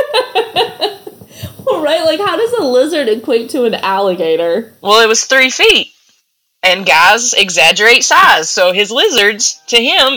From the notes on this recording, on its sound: Please excuse the audio quality for our first one!